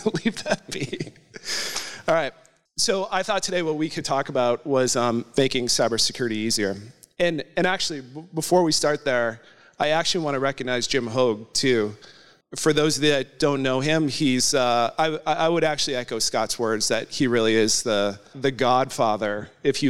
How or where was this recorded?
live audience